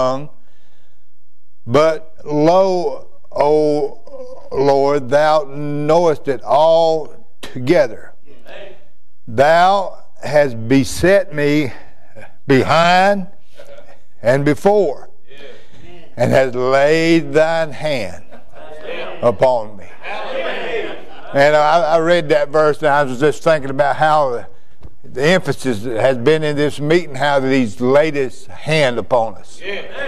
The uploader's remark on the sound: during a worship service at Immanuel Baptist Church, Florence, Ky.